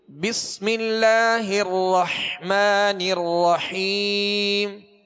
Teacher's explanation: بس میں سین کی آواز کو سیٹی کی آواز میں واضح کریں گے، سیٹی کی آواز اس میں پیدا ہوگی